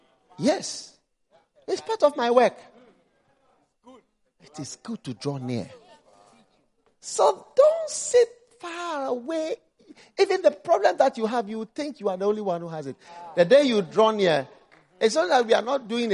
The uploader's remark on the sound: Preached at the First Love Center, Accra.